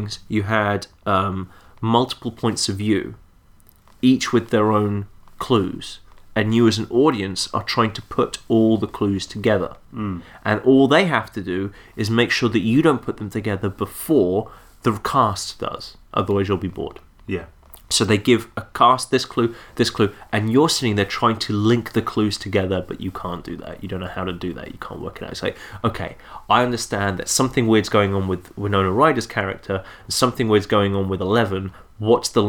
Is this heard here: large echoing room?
no